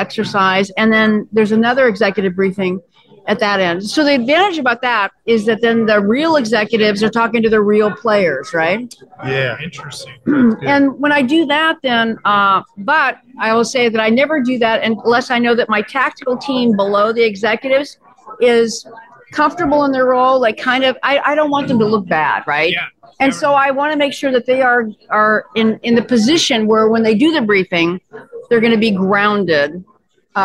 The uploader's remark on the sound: a live broadcast from the Continuity & Resilience Today (CRT) conference in Toronto